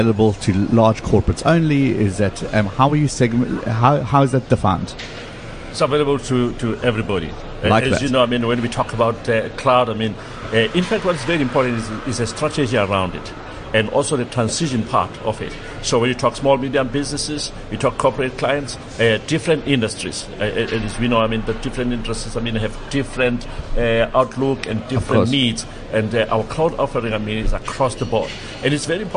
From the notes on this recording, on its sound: at the Gartner Symposium ITxpo 2015